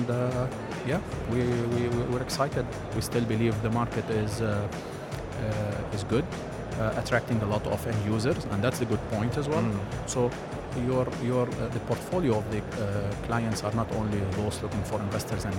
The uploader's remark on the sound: our special live broadcast show from ACRES 2024